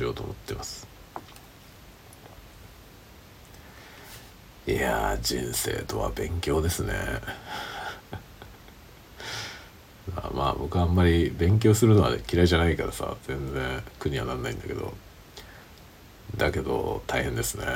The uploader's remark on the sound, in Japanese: ホットウイスキー飲みながら雑談。使用マイク：ZOOM M3 MicTrakn のつもりが使えてなくてiPhoneのマイク…になってますね。